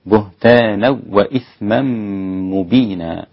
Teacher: فقد احتمل بهتانا وإثما، أسقط الغنة لخلف عن حمزة، بهتانا وإثما مبينا، وليس هناك خلاف.